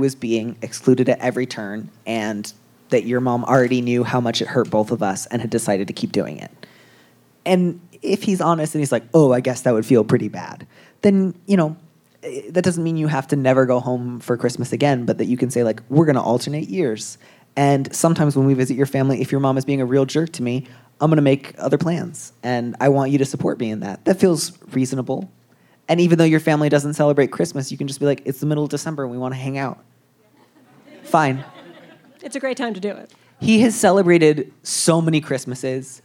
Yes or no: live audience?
yes